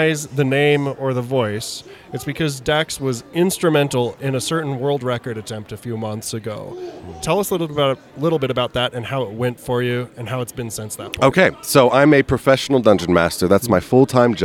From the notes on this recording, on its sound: Gaming And More Interviews Live From FanX.